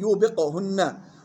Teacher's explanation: يلاحظ قلقلة القاف في يوبقهن